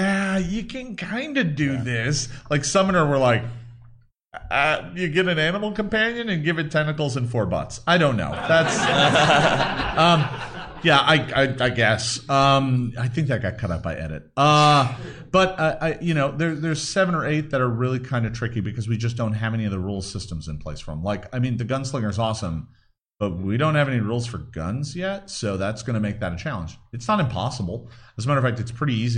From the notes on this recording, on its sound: Audience-participation, Q&#38;A session. Gen Con 2019 – Pathfinder RPG Rules Q&A.